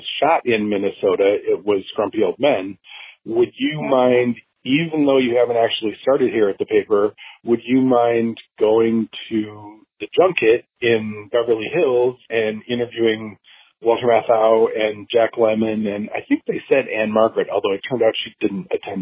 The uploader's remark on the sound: the conversation was recorded using Google Voice so while it isn't perhaps as crystal clear as some of the others